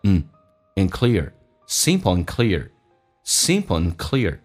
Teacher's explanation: And 可以直接说一个鼻音